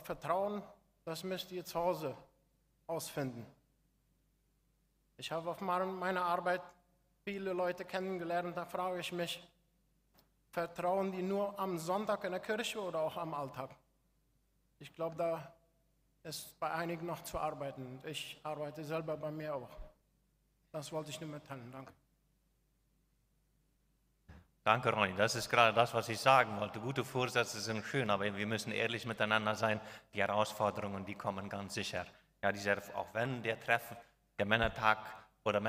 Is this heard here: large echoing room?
yes